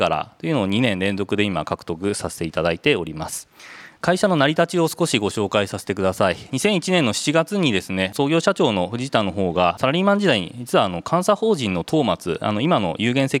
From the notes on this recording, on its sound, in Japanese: 2022年11月23日、東京・田町で行われた「ラジオNIKKEI 相場の福の神 注目企業ＩＲセミナー」から